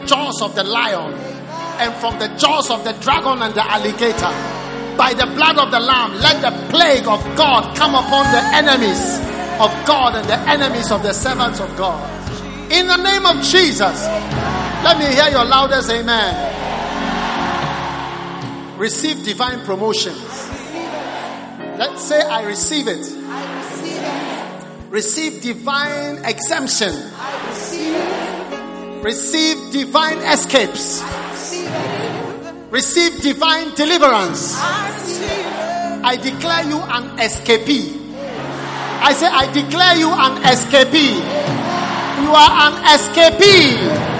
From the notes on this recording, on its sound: Preached at the Prophetic Encounter Service.